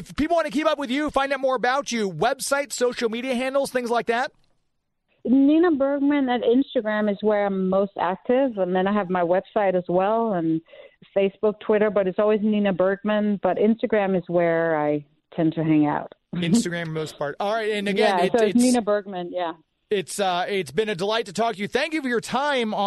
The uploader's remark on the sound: called in to chat